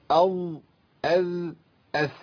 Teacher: الذال والظاء والثاء حروف ثلاثة تخرج من طرف اللسان مع اطراف الثنايا العليا من الداخل، بلاش من الداخل دي، مع اطراف الثنايا العليا.